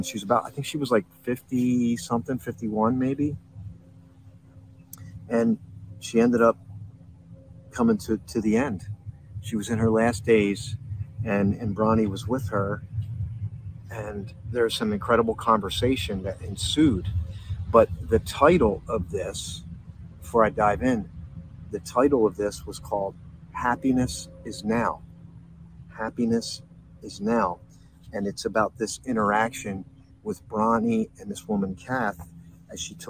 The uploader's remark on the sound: This Episode originally streamed live on location at Washington Crossing State Park. The audio from this podcast was taken directly from this live stream.